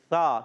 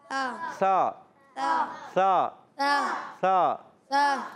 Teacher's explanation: ثم میں پہلا حرف ہے سا، سا، یہ سا ہوتا ہے سین نہیں، سیٹی کے ساتھ نہیں پڑھیں گے. سا، زبان کو اوپر اٹھا کے اوپر والے دانتوں کے کناروں سے لگائیں